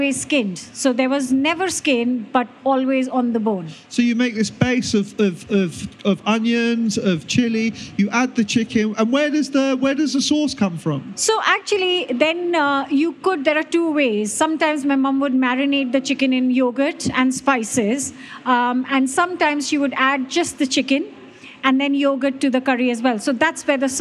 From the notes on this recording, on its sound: This was recorded at the BBC Good Food Show.